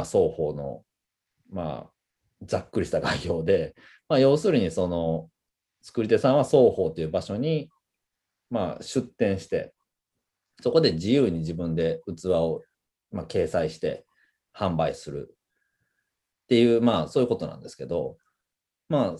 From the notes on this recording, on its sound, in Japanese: Zoom」を使用して収録されました